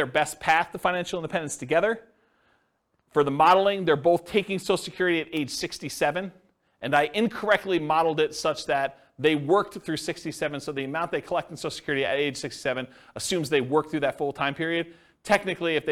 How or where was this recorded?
live audience